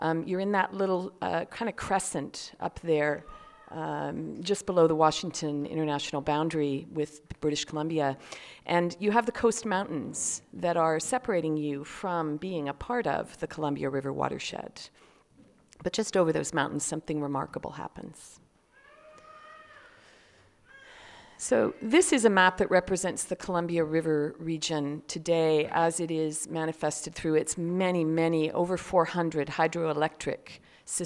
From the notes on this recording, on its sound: Talk at Smoke Farm 2018.